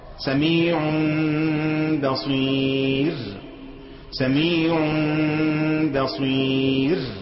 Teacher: يقلب التنوين ميم ويعمل فرجه بسيطه تكاد لا ترى · Term: الاقلاب